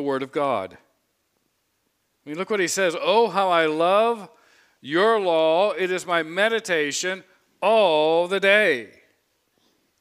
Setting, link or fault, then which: setting, large echoing room